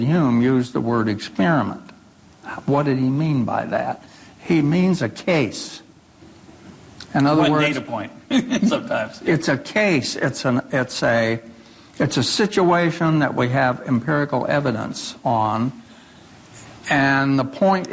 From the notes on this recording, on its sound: In front of a live audience at Ball State University.